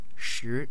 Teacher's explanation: an intonation level where you kind of raise it so it sounds like a question